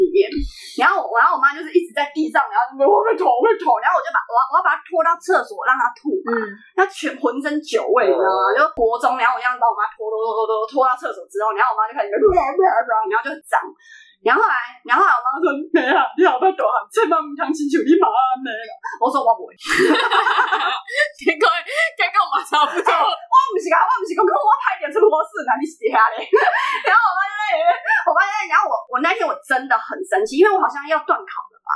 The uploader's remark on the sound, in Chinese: 本集音質不好。